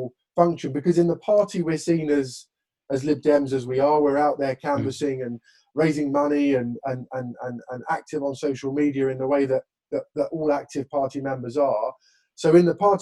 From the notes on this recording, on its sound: This episode we continue our LibDem Virtual Conference.